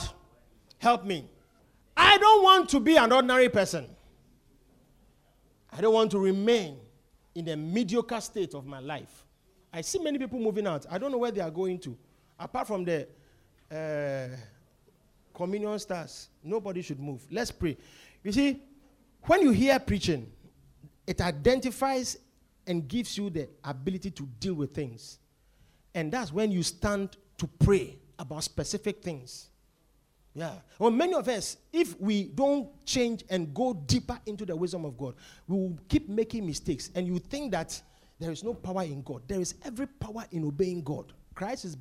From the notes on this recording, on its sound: Preached at The Victory Secrets Service.